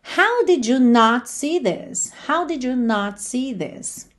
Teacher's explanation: sempre que a gente tira o not da contração, ele se torna uma palavra forte